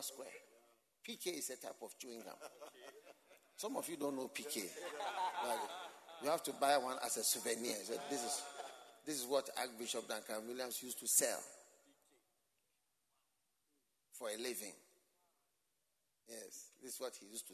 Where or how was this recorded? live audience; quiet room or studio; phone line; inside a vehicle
live audience